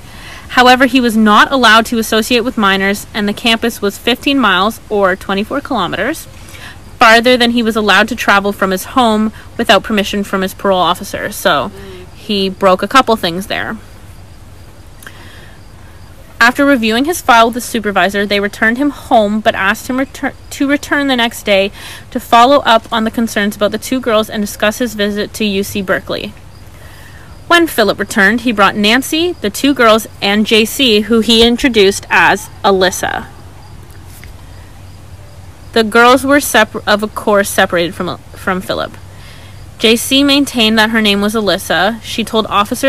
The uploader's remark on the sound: Apologies for background noise.